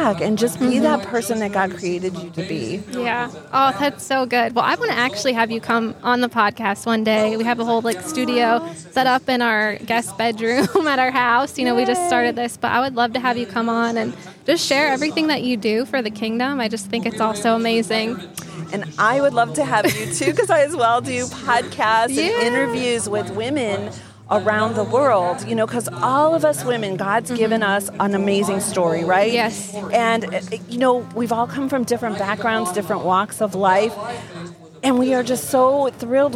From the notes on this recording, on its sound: LIVE at Healing Night in West Palm Beach. Check out the live healing event we were able to attend.